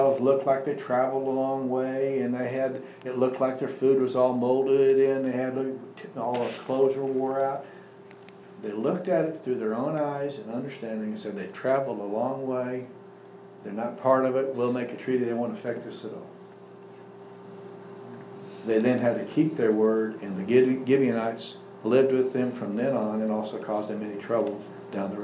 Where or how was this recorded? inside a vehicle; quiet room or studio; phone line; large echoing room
large echoing room